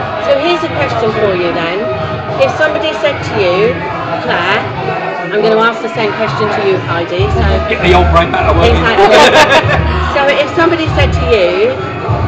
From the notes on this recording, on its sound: We make no apology for the background noise because we spoke to these ladies at the Achievers New Year Gala Dinner, we hope you can hear the enjoyment of the whole team enjoying themselves.